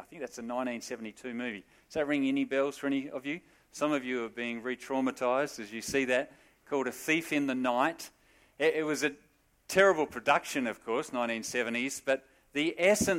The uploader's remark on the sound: Sermon recorded live at Morley Baptist Church.